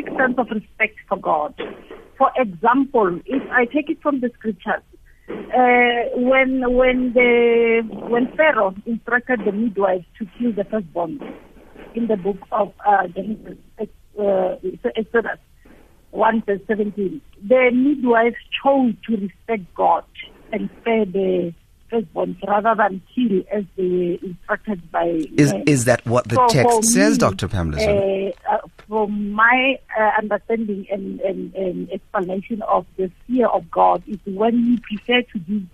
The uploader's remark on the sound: Guest on the phone